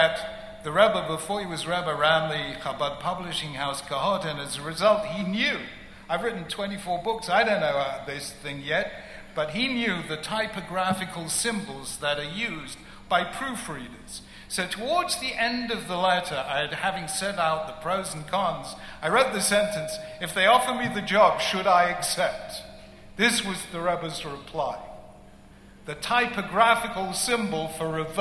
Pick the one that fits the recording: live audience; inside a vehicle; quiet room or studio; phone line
live audience